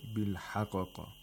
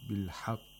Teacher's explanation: we hold the first قاف and then the second قاف and only release the second قاف · Shown in: second take · We don't release the sound of the first qaf.